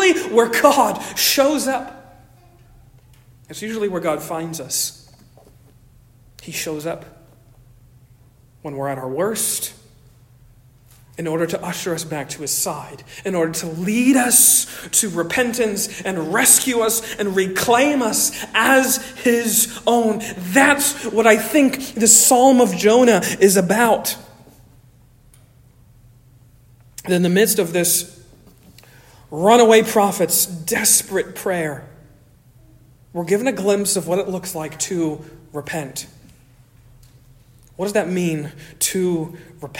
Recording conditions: large echoing room